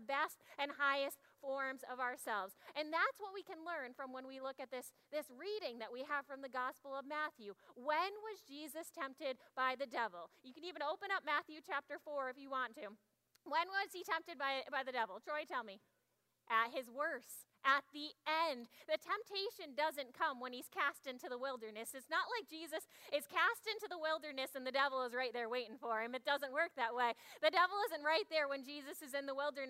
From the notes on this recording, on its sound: Audio from 9am service. Zion United Church of Christ.